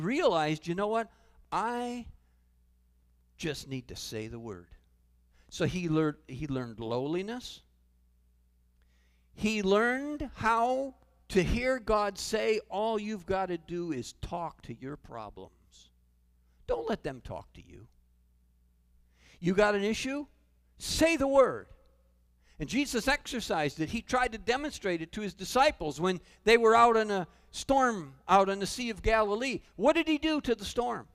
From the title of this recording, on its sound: Calvary Assembly of God live Stream